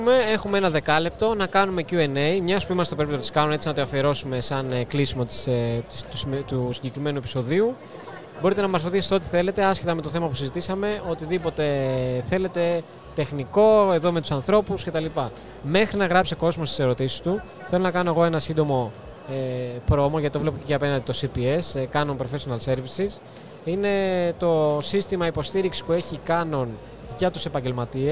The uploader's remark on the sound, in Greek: LIVE SPECIAL EPISODE PHOTOVISION 2022. Live Podcast επεισόδιο απευθείας από την Photovision 2022 και το περίπτερο της Canon Greece!